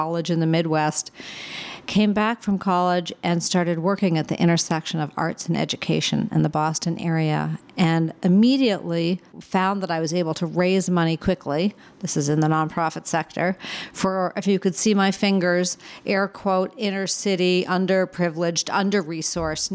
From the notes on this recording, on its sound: at the 2023 White Privilege Conference in Mesa, Arizona.